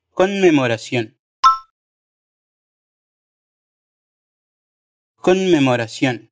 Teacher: Y la palabra conmemoración, que tiene dos consonantes ahí por el medio, es decir, la junción de una N y una M, y las dos deben ser pronunciadas sí o sí.